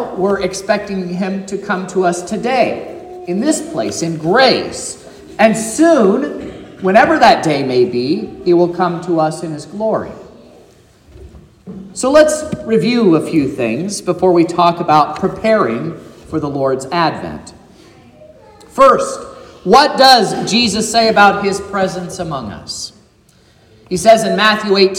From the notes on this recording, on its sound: This is the sermon preached at Trinity Lutheran Church in Vallonia, Indiana, on Sunday, December 3rd, 2023